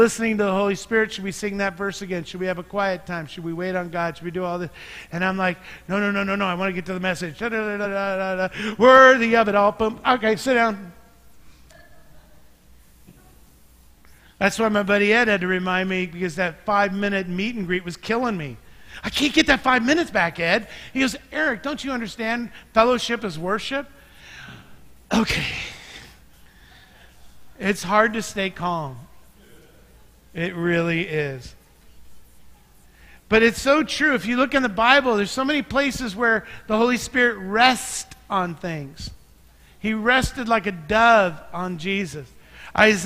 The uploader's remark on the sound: Mt. Zion Church Live!